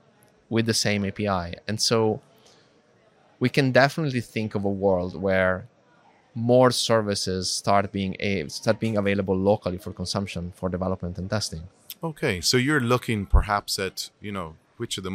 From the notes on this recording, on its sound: In this special episode recorded live from the MongoDB .local London Conference.